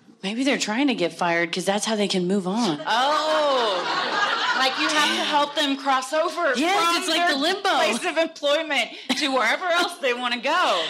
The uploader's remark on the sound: Recorded Live at Comedy Works, Denver.